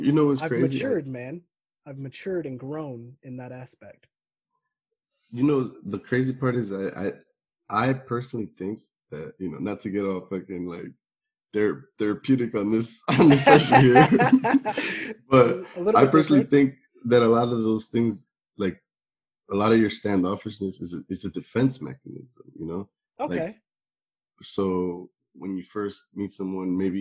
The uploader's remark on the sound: This conversation was pulled from a Zoom recording.